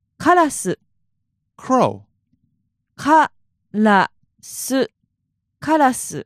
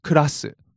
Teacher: Sometimes I don't hit that ka and it sounds more like a ku.